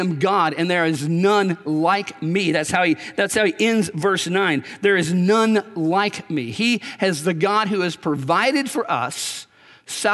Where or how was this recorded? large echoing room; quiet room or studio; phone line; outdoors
large echoing room